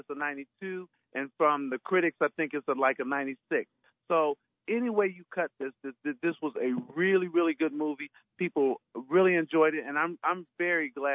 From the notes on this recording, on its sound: joined us on the phone